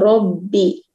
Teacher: را کو یہاں پہ پر پڑھیں گے اور با شدہ کا لیٹر ہے، شدت کے ساتھ ایک تو تشدید بھی ہے، ربی ربی